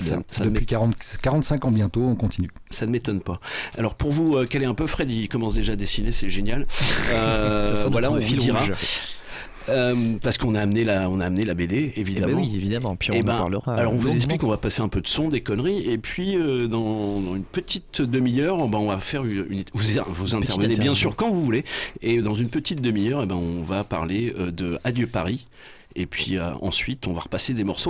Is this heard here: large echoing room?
no